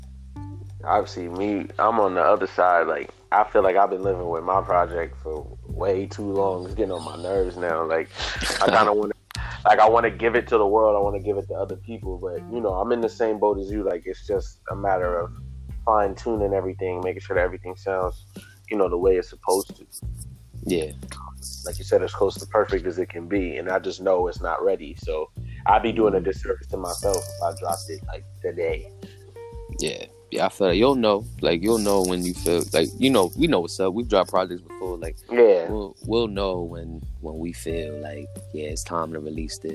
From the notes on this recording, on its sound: My first over the phone episode